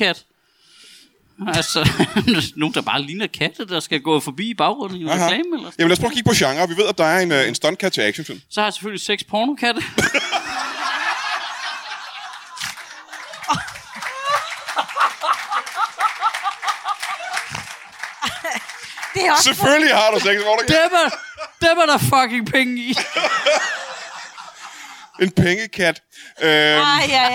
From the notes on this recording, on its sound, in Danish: LIVE fra HCA Comedy Festival. Optaget live på Studenterhuset i Odense under HCA Spoken Word festivalen.